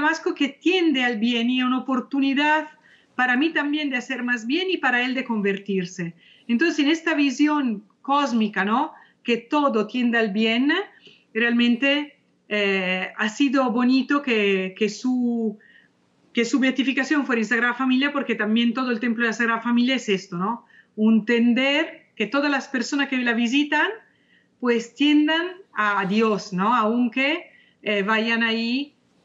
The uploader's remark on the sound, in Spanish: nos acompaña por primera vez, vía Skype.